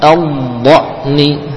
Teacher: suaranya memanjang disertai dengan gerakan lidah ke depan · Term: sifat istithalah